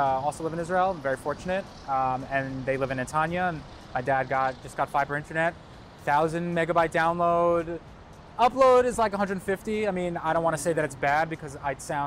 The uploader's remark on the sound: We did it overlooking the George Washington Bridge, from the Fort Lee Historic Park, looking out on New York City. The funny thing is while we were talking about, other vloggers were doing some recording at the same time.